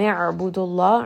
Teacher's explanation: عين is going to have توسط from the middle of the throat عبد الله name of Allah here is going to be heavy